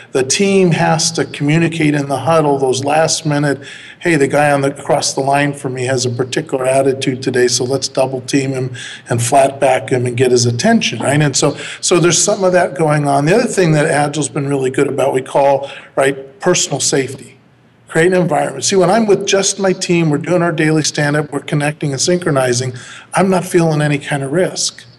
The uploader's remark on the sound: Live from PMI Birmingham Symposium